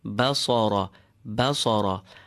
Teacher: Ba empty, sad and ra, both full.